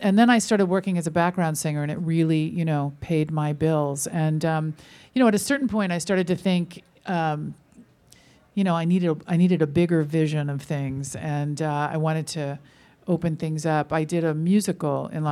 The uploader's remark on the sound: takes a few questions from the audience.